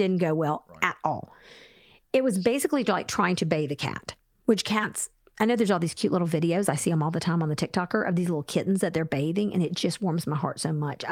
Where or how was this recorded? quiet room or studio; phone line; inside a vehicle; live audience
quiet room or studio